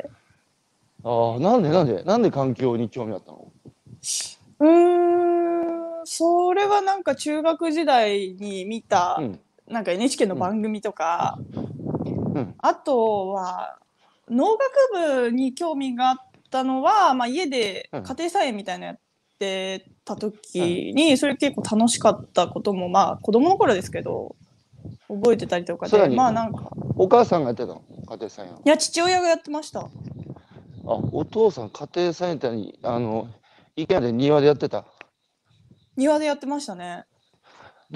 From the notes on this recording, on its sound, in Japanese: 東京都三鷹市の鴨志田農園。歩きながら1時間、対談する。